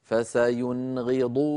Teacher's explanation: نون ساكنة بعدها غين لا زيادة في زمن النون · Term: إظهار النون الساكنة